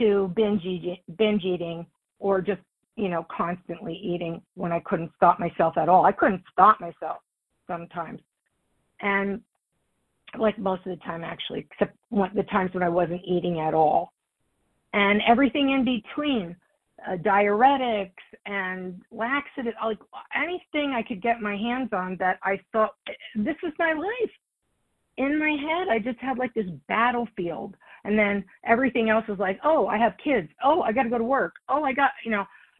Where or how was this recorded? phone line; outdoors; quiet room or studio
phone line